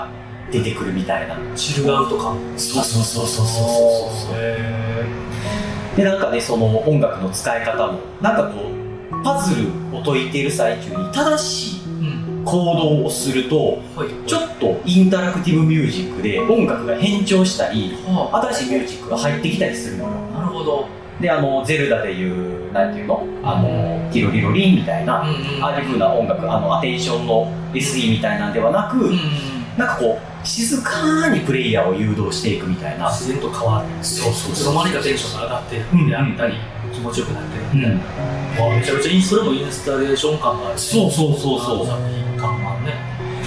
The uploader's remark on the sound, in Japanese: 録音環境が騒がしく編集・調整しておりますが、少し聞きずらい所がございます。